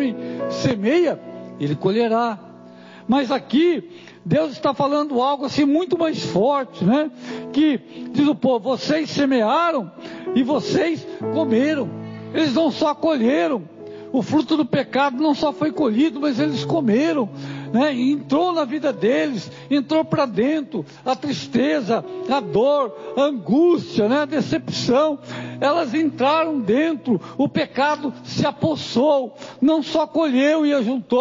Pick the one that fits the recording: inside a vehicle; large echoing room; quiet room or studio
large echoing room